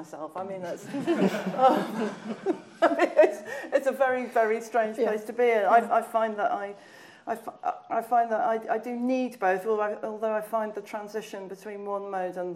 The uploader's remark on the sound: We return to the International Literature Showcase. This event was recorded at the Free Word Centre.